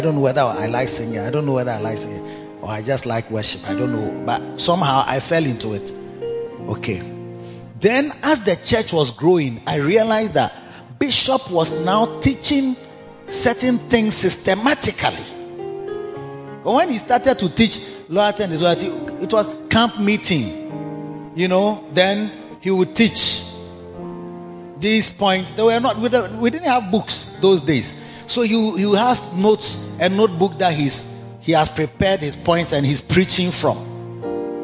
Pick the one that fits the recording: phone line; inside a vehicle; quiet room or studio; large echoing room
large echoing room